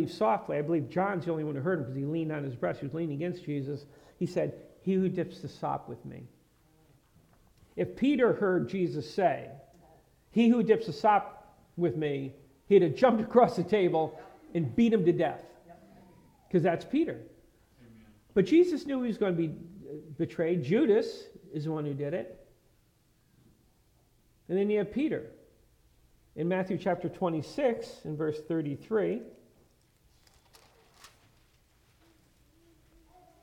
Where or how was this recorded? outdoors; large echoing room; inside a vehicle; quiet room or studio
large echoing room